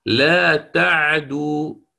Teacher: تعدو العين ساكنة والدال مخففة ليست مشددة · Term: إسكان العين